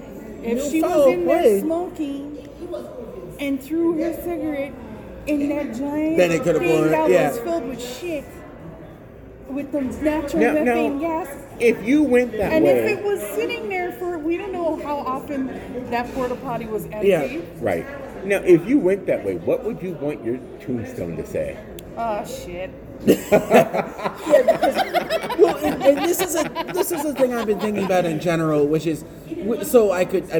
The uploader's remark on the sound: Your squirrels went out for our weekly cheat meal and decided to record a couple episodes right there on location at the Rio Hotel and Casino.